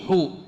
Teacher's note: لابد أن نضم الحاء ضما جيدا هنا، لحو حو ضم الشفتين